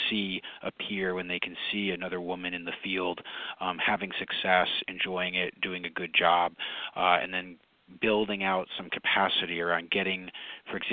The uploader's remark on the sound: Conference Call.